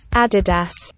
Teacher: It's supposed to be Adidas, with a slight emphasis on the first syllable, not Adidas. · Term: original pronunciation